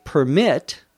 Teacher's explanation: If we say permit with the accent on the second syllable, that makes it a verb. But as a noun, the accent is on the first syllable.